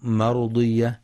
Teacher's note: الراء مفخمة لأنها ساكنة وقبلها فتح